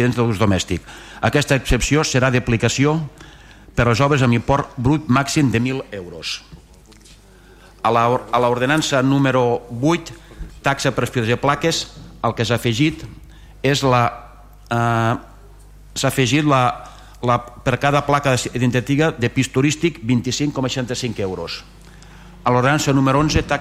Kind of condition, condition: setting, large echoing room